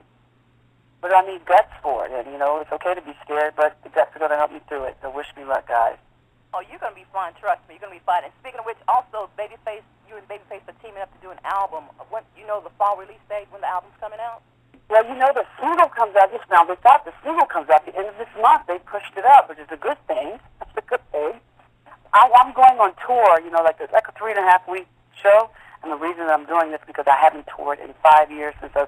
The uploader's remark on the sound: Conference Call interview